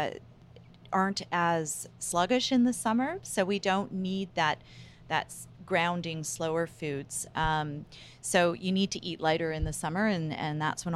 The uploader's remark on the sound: for a live podcast recording in her store in Vancouver BC